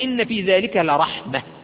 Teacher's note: تقف عليها وتقول إن في ذلك لرحمة بالهاء